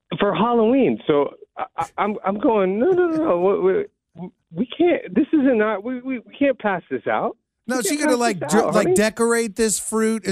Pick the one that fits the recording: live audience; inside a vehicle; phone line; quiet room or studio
phone line